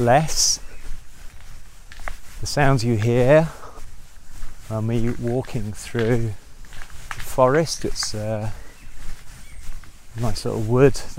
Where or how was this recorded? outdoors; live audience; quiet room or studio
outdoors